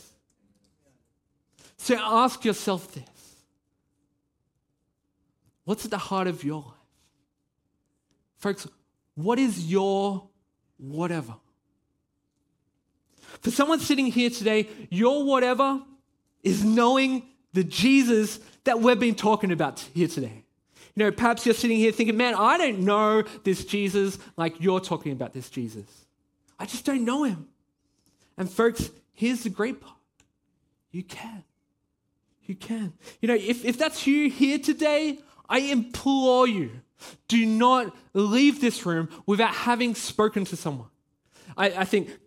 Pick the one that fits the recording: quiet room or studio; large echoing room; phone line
large echoing room